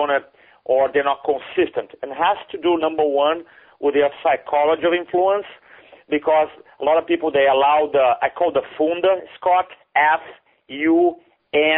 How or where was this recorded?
phone line